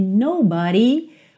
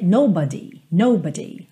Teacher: Então não tem aquele d, tem o rarara · Shown in: first take